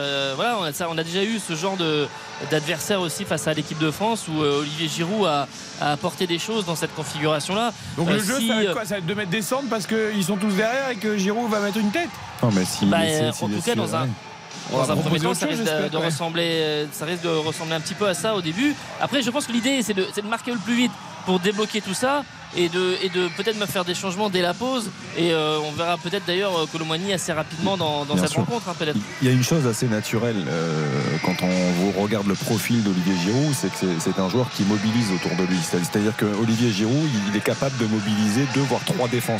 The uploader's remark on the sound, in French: en direct du stade de l'Algarve à Faro